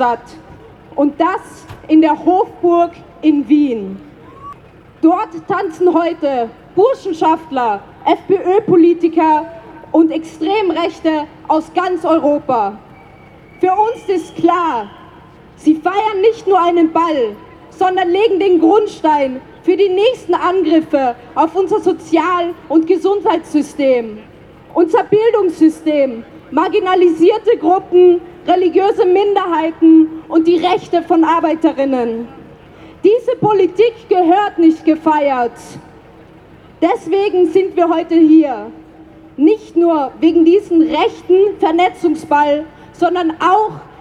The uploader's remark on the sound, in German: Mitschnitt der Buchpräsentation vom Verlag 8. Mai bei den Linken Literaturtagen.